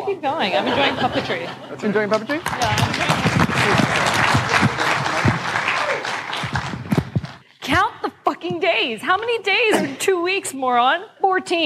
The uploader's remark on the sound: Live at SXSW